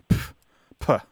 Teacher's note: What it is it's a spelling version of the sound that you make when you have a sudden disregard for something. So there's this sharp, plosive sound that you make when you are reacting dismissively. So you go, like it's a sharp exhalation of air with a P sound at the beginning, like puh.